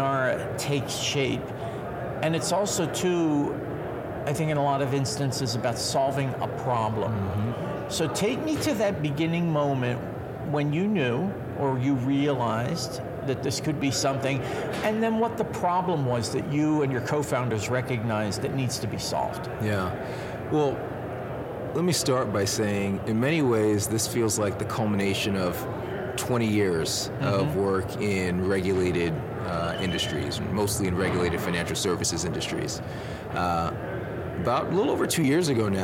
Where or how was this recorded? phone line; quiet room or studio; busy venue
busy venue